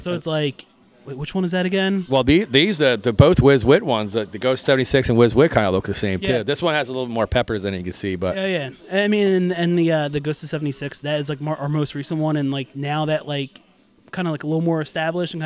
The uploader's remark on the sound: I was on location at Johnny's Pizza in Bryn Mawr